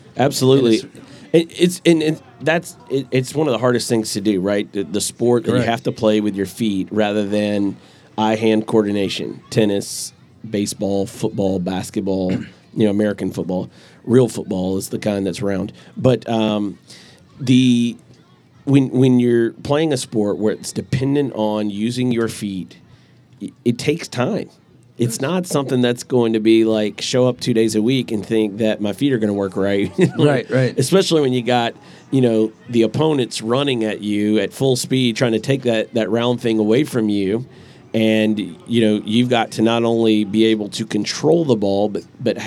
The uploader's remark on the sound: Live at the Eastern Shore Premier Cup